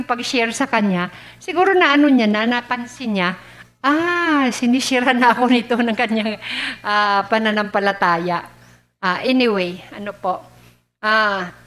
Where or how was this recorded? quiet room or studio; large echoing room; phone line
large echoing room